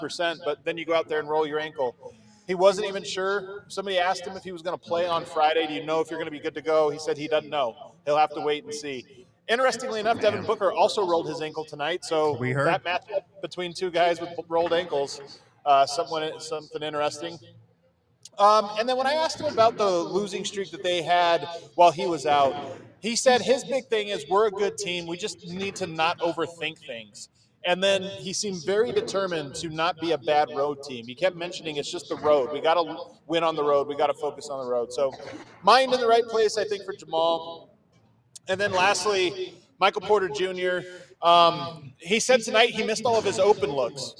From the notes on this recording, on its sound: come to you LIVE from the DNVR bar